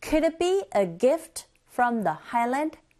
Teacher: 억양 자체가 일단 올라가겠죠. 왜냐하면 질문의 형태니까